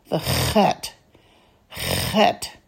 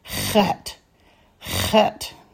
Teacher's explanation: It's set in the back of your throat.